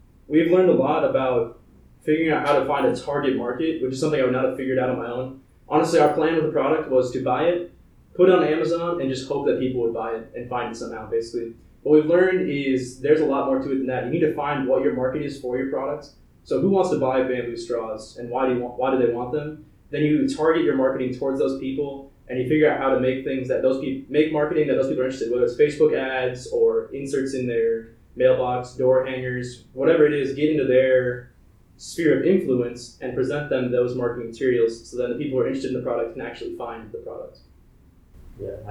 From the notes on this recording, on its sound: We apologize for any issues with the audio. There were technical difficulties while recording, but it will be fixed moving forward!